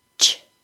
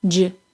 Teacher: Listen to the CH sound and J sound, and see if you can tell how the sound starts like a stop and ends like a fricative. Also, notice that the CH sound is unvoiced and the J sound is voiced. In fact, these sounds are a voiced, unvoiced pair.